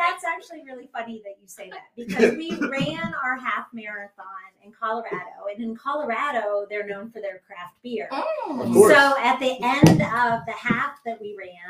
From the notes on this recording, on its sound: The DOYO Live Marketing Show Presented by Lift Marketing. Live from Stone Fruit Coffee Company in Poland, Ohio.